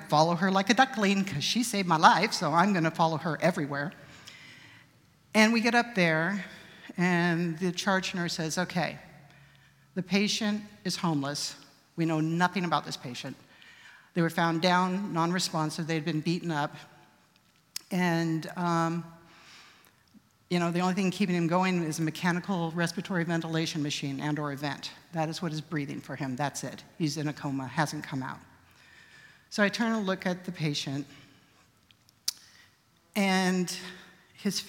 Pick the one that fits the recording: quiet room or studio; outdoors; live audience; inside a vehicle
live audience